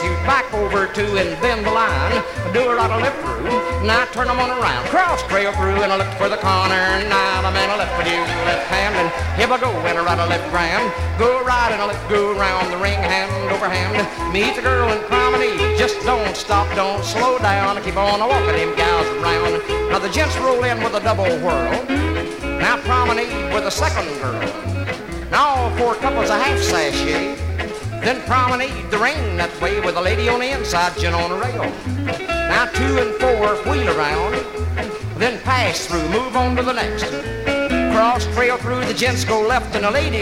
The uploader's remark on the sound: 1964 Blue Star Jubiliee in Houston, Texas THIRD RECORD. From the 1964 Blue Star Jubilee Square Dance held in the Sam Houston Auditorium.